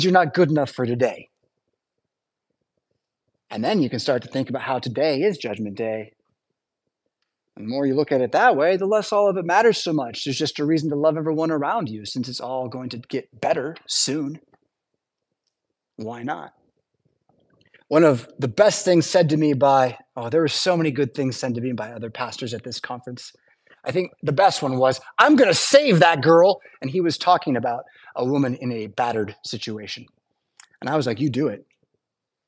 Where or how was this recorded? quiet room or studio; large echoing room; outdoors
large echoing room